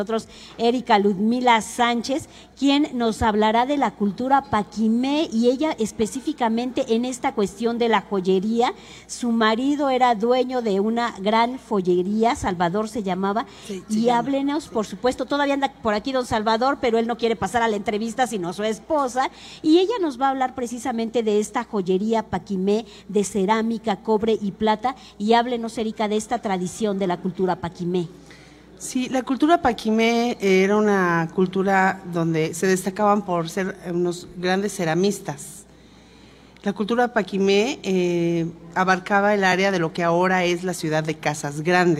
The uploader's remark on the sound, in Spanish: Conversamos totalmente en vivo desde #Original2023.